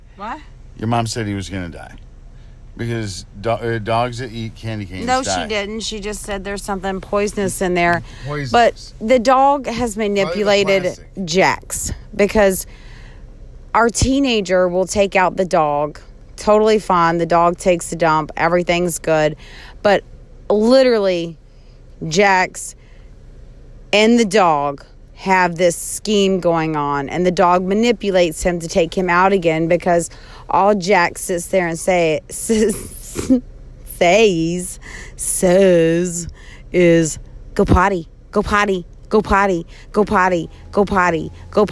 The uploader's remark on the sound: from the car podcasting